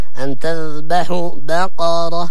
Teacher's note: لما يلفظ بالذال لابد أن يخرج يعني لسانه قليلا من أجل أن يتمكن من إخراج الذال بالشكل الصحيح.